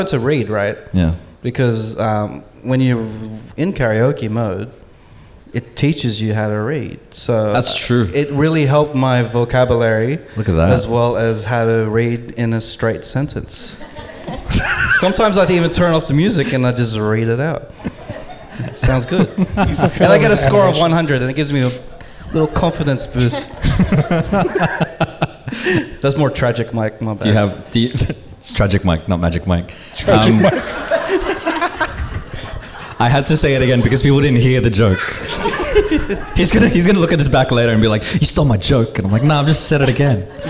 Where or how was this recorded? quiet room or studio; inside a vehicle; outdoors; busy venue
busy venue